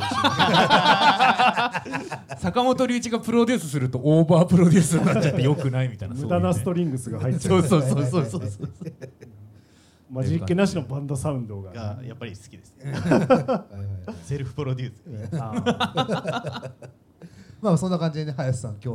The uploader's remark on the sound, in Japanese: 30代オルタナティブバンドマンによるトークイベント「ハリエンタルラジオ」の模様を一部お届けいたします